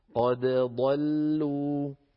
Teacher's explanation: فلا يدغم الدال في الضاد بل يظهر الدال